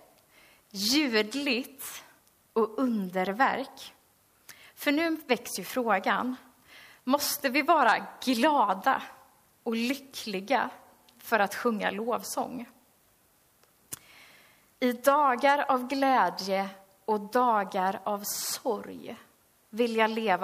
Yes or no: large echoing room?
yes